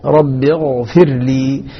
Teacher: انتبه للغين الساكنة حتى لا تتحرك معك، لا تقلقل. رب اغفر لي فيها الرخاوة مع تمكن من السكون بشكل جيد.